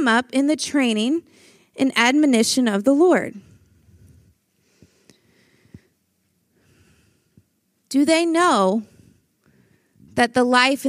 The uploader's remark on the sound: Breakout Session, Flourish 2023.